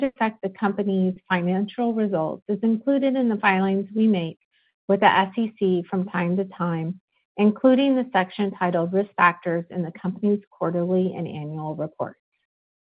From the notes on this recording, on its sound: Fiscal Third Quarter 2024 Results Conference Call.